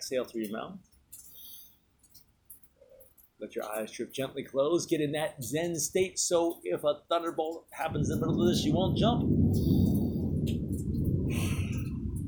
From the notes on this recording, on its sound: Just HAD to cover this afternoon's epic rainstorm - live from the front porch!